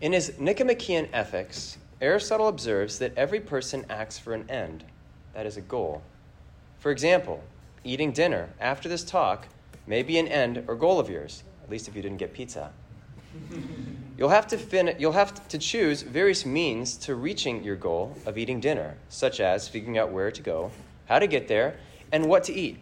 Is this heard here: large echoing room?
yes